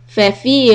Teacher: the first fa is short the second one is long